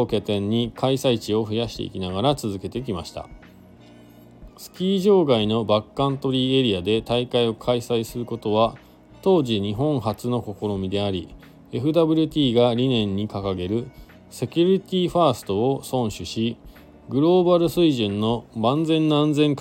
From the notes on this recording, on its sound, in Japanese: ゲレンデに滑りに行った時だけ配信になります。本日、白馬八方スキー場で滑り終了後 車の中から。Stand.fm。